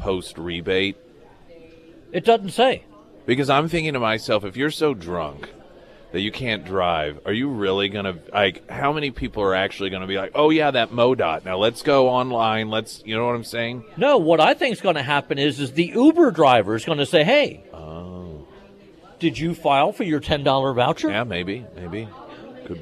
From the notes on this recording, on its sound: Live at Scramblers Diner.